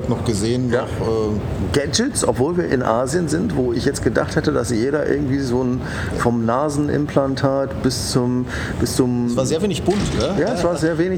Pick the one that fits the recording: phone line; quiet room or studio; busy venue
busy venue